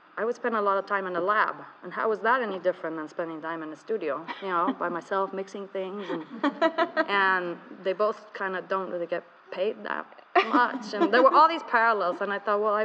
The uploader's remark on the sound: Live from the Scottsdale Museum of Contemporary Art.